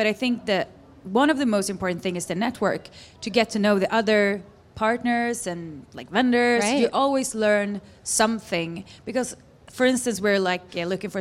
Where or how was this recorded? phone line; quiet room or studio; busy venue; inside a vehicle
busy venue